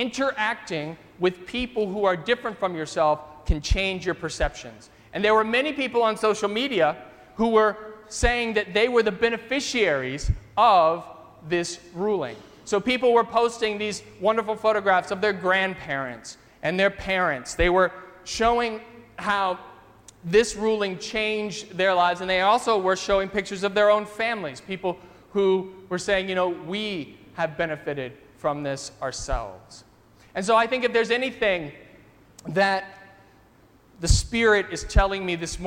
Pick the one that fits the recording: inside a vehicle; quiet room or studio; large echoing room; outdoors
large echoing room